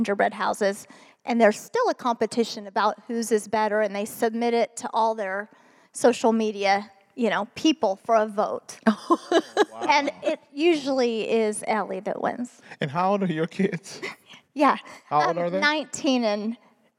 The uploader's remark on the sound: In this special live recording. In this recording from our live event.